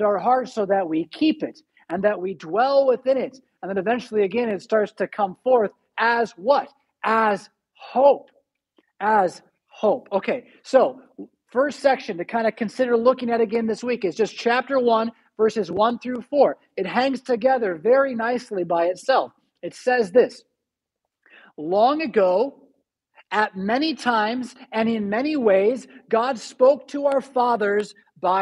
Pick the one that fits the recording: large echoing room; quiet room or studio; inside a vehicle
large echoing room